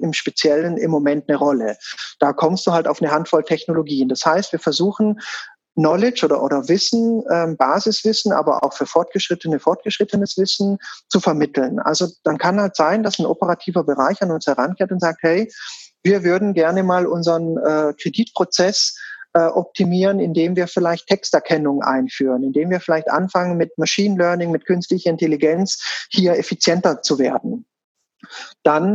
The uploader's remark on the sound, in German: Denn mit Voranschreiten der aktuellen Situation wurde aus einem langfristig geplanten Treffen vis-a-vis ein Zoom Call.